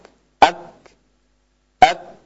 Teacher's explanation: Adapun huruf kaf, dia maju ke depan, ya, yaitu di antara langit-langit keras dan lunak.